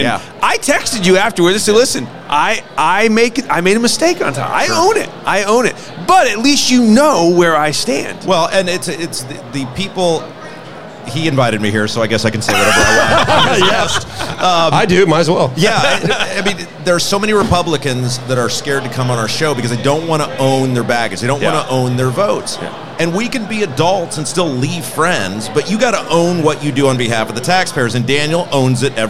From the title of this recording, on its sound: Live from the Lincoln Day